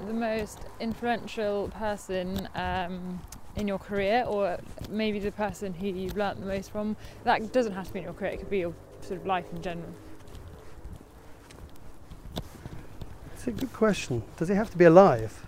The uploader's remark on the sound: Walking around Ardington House in Oxfordshire